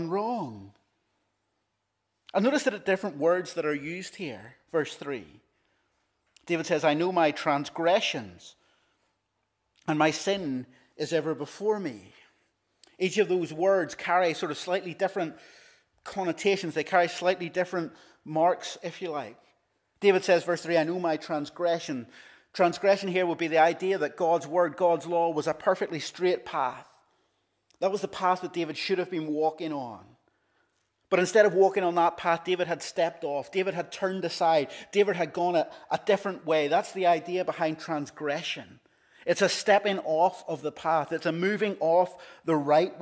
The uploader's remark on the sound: This is the recording of the Bible reading and sermon from our evening service on Sunday 16th April 2023.